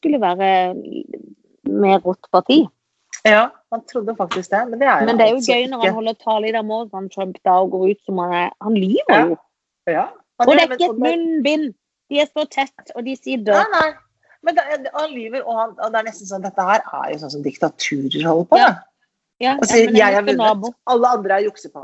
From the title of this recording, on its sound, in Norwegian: Tilbake på Skype